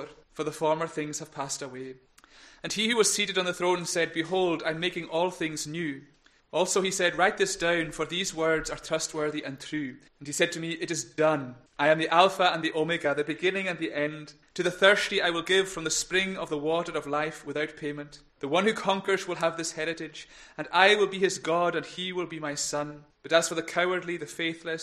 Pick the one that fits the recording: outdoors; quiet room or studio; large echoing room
large echoing room